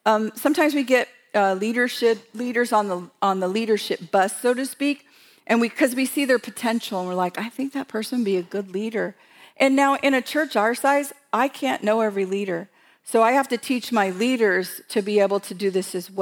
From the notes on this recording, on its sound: WSL Conference 2022. Sharing content from the Breaking New Ground live event from October 2022. This episode was from a breakout session.